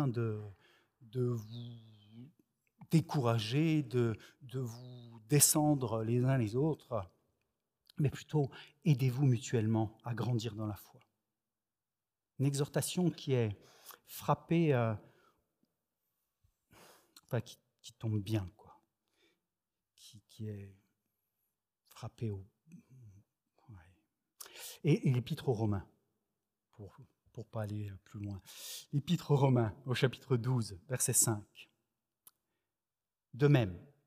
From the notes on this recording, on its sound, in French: Enregistré à l'église CVV, le 25/07/2021